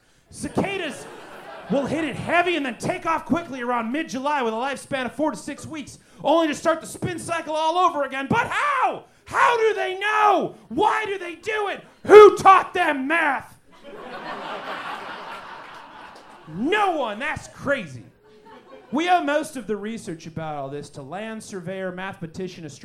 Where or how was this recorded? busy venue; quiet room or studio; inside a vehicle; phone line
busy venue